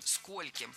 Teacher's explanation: В слове «сколько» во всех формах ударение ставим на первый слог. Скольким, сколькими, скольких.